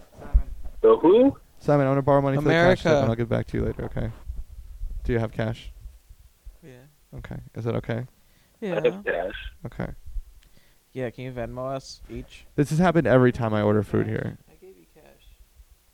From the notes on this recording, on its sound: a co-worker who gets on the phone